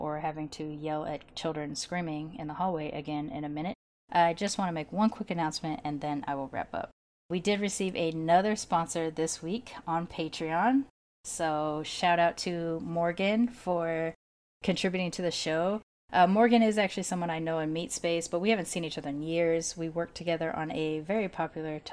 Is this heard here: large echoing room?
no